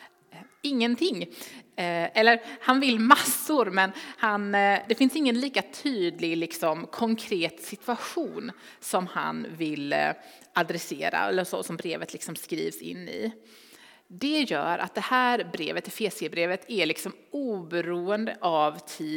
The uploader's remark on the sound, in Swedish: Inspelning från Immanuelskyrkan Skövde.